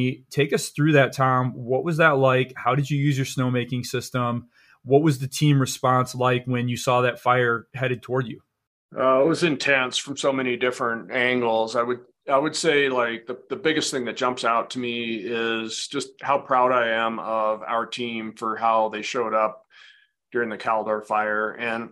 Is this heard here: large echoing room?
no